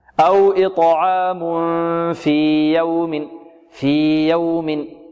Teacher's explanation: نمد الياء هنا بمقدار حركتين · Term: الإظهار